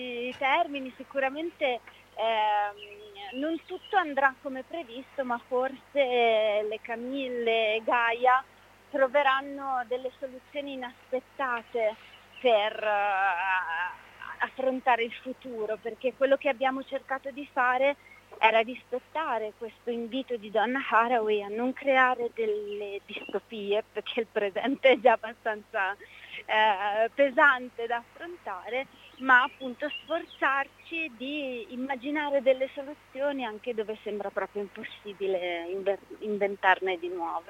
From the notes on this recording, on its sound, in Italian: Un'intervista registrata il 25 aprile Festa della Liberazione, al Parco della cave di Monselice. Nella seconda parte abbiamo ascoltato in diretta telefonica l'attrice.